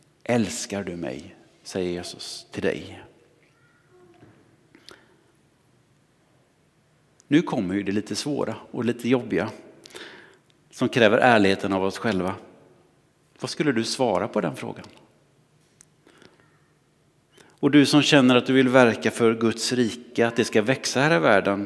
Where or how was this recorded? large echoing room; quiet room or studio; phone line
large echoing room